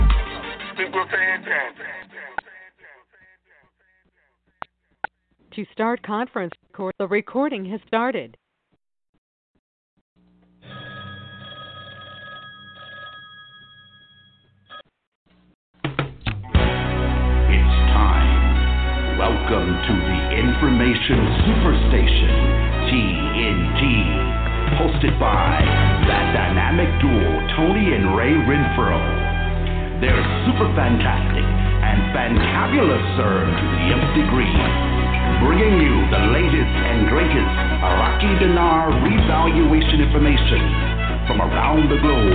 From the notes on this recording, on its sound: TNTSuperfantastic Conference Call